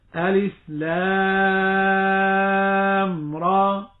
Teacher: والراء مثل ألف لام را، أقول را، بعض الناس نسمعهم وهم يقرؤون فيقولون راء وكأنه يضع همزة بعد الألف ويمد أكثر من حركتين. النطق الصحيح را، ألف بعد الراء بمقدار حركتين · Term: مد طبيعي حرفي